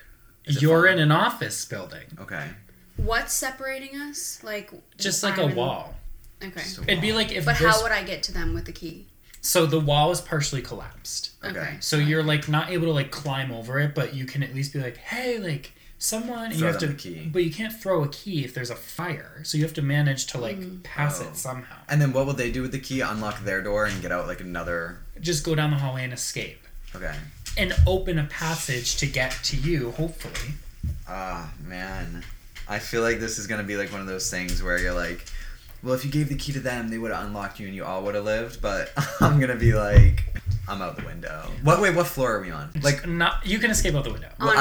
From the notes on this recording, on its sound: The audio levels are a little funky in this one